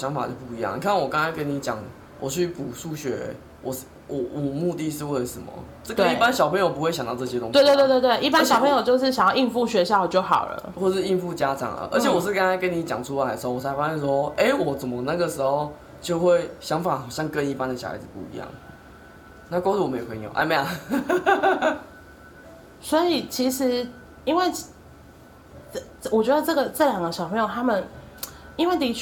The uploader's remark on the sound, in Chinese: PS:今天錄音的時候剛好家裡附近有活動。所以有國樂當作背景音樂。